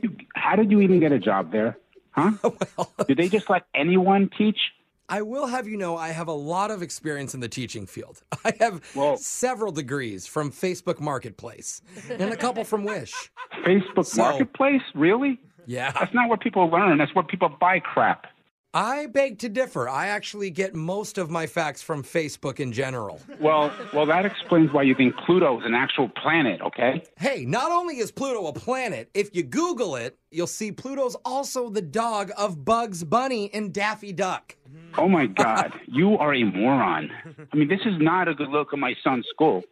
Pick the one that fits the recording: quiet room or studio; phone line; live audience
phone line